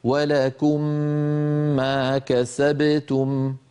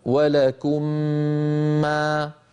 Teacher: الأولى ساكنة فوجب الإدغام، فنقول ولكم ما كسبتم، فندغم الميم الأولى في الثانية ونطول الغنة، نمطها حتى تكون أكمل ما تكون كما ذكرنا في ميزان